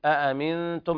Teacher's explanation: إخفاء حقيقي لوقوع التاء بعد النون الساكنة، ووجدنا أن الميم الثانية مشددة، هذا دل على كمال الإدغام، إدغام بمتماثلين صغير كامل بغير بغنة.